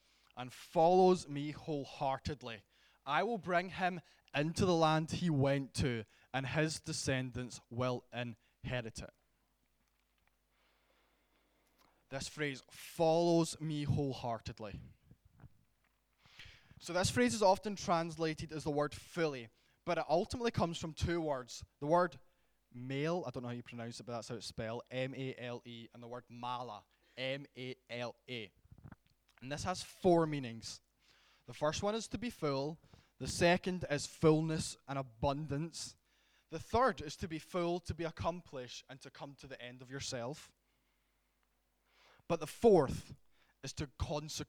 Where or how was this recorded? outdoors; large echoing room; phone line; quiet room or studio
large echoing room